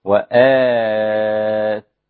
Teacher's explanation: وورش له التقليل هو أقل من الإمالة قليلا يعني ناحية الألف، وآت هكذا، وآت وآت إذا وقفت عليها بالفتح.